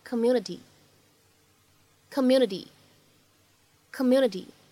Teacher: 字母 T，它呢在美式发音当中呢，由于前后呢都是元音因素，所以此时呢在美式发音当中它是一个典型的审音的处理，flapT · IPA: /kəˈmjuː.nə.ti/